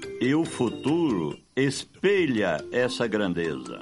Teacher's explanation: Timbre fechado, como no hino nacional.